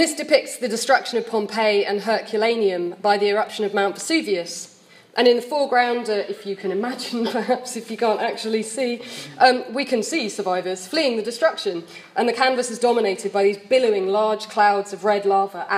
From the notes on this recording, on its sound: Deliver one of the plenary addresses at the London Literary Society&#39;s annual conference in July 2017. Deliver one of the plenary addresses at the London Literary Society's annual conference in July 2017. Held at the Institute of English Studies, Senate House, University of London.